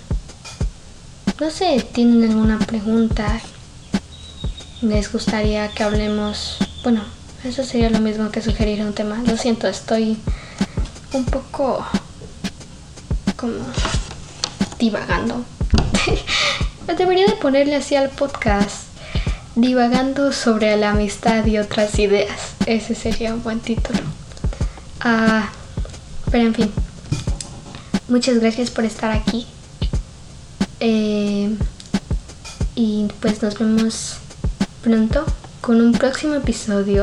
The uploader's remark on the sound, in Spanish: Pido disculpas por el ruido externo, pero como por el momento no puedo permitirme costear canceladores de sonido, tendran que convivir con ustedes mientras escuchan este episodio.